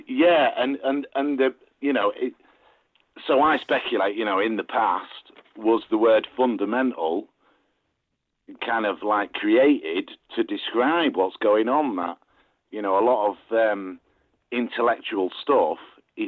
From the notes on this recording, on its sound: The Tuesday Phone-In.